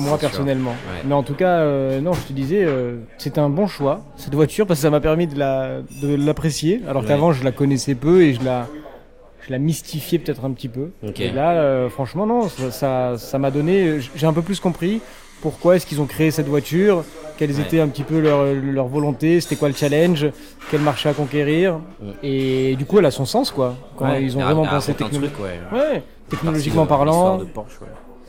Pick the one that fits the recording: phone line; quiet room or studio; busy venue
busy venue